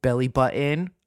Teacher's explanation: you gotta love people who don't bother disguising the tri-state area glottal stop